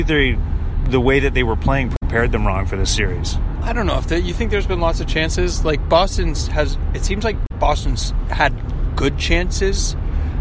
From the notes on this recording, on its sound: With all flights to Toronto grounded. Record on the road back to the T-dot in a rental Hyundai.